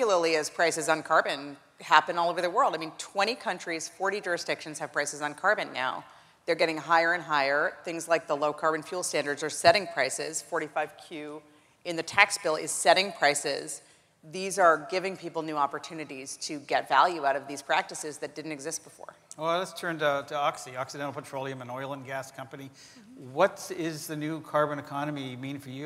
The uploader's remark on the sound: The best of live interviews from GreenBiz events.